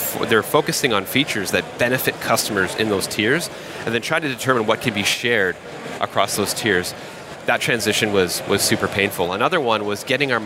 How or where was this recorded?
busy venue